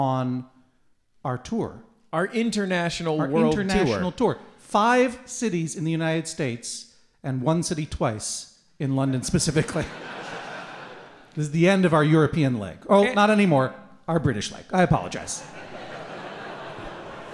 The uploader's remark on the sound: Taped in front of a live audience at Kings Place during the London Podcast Festival.